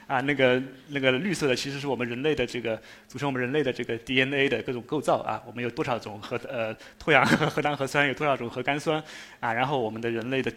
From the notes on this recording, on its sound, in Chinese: 一席现场